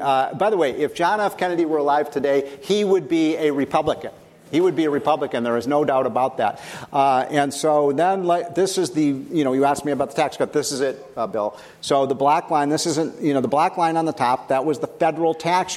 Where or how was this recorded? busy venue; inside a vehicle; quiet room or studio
busy venue